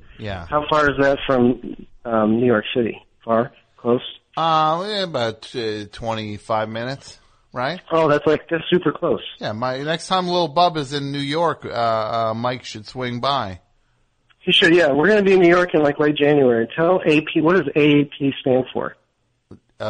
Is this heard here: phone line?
yes